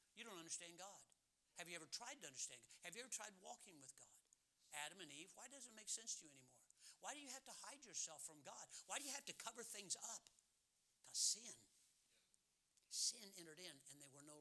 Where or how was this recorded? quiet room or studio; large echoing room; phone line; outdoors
large echoing room